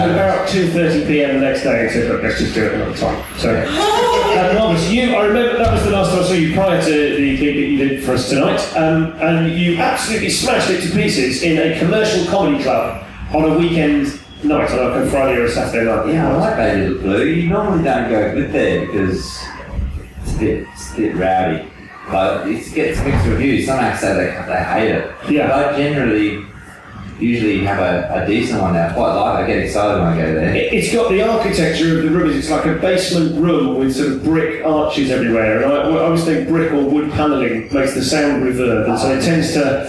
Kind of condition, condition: fault, poor sound quality